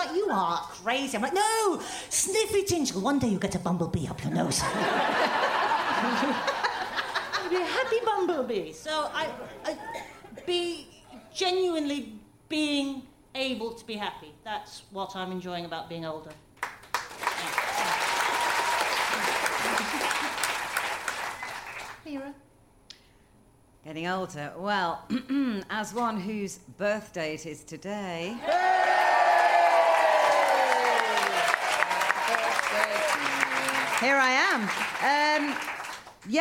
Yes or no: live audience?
yes